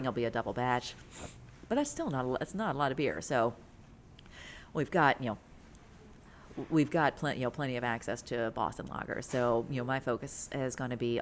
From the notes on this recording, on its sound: The interview was recorded at the new brewery and taproom, just hours before it officially opened to the public.